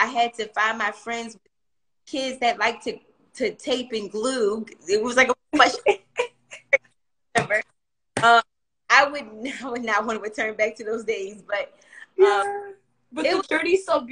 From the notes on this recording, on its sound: Instagram Live